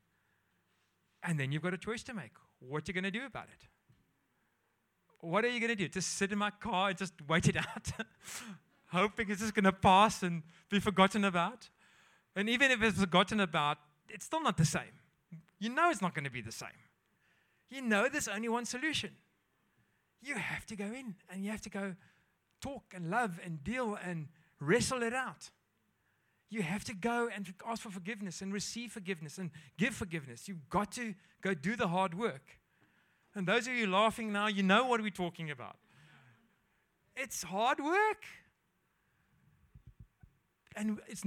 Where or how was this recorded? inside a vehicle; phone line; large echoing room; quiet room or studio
large echoing room